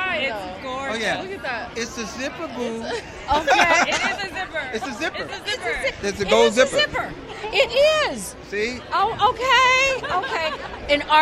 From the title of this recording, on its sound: Back Stage At The EMMY Awards